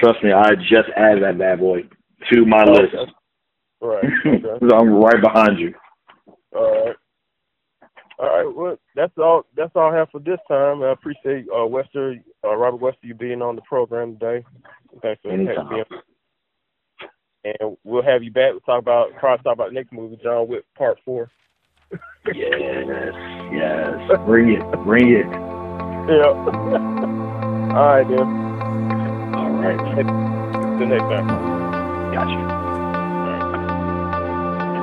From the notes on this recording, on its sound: via phone commentary